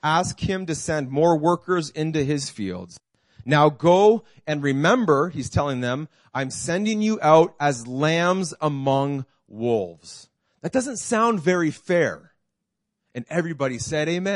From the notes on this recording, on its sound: This message was preached in June 2019 at Freedom Life Church in Kitchener Ontario